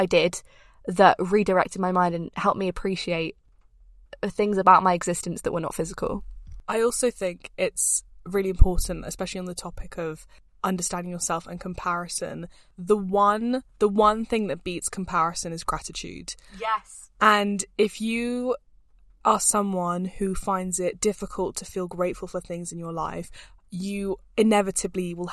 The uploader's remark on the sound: we are broadcasting straight from the car